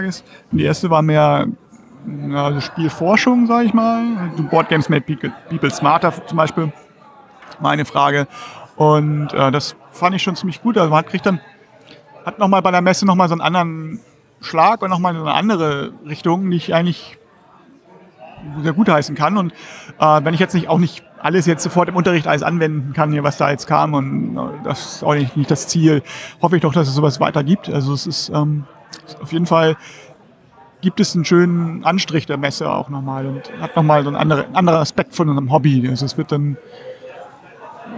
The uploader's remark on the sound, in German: Live am Freitag vom Meet’n’Play von der Spiel 2019 in Essen.